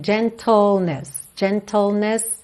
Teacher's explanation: É tl, tl. É como se você fosse do T pro L direto, ok? L, língua lá no céu da boca.